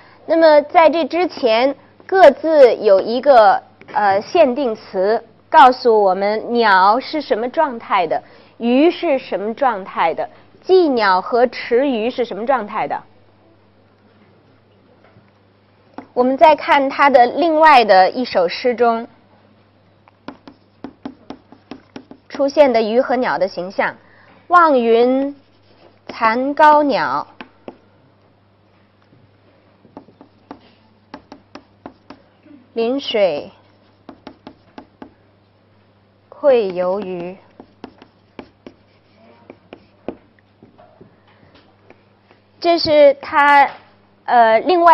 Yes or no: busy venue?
no